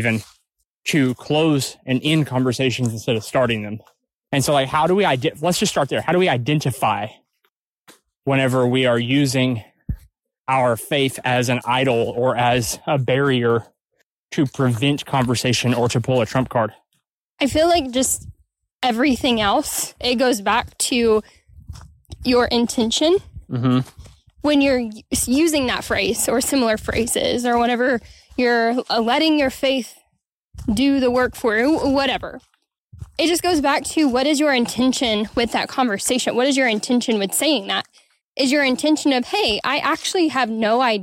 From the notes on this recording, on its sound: This week, we are recording from the great Ouachita national forest. On a refreshing hike.